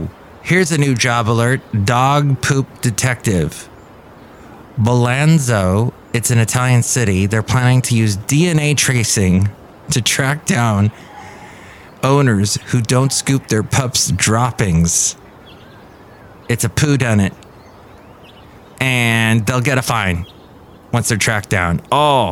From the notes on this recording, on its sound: podcasts live from Café Anyway